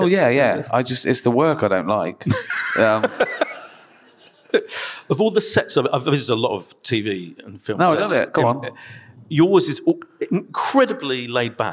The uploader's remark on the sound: We had a big old party at Kings Place in London. Not to mention about 400 of you, our brilliant listeners. Answer questions from the audience.